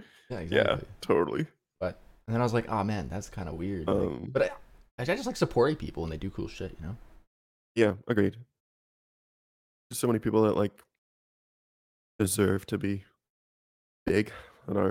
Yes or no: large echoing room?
no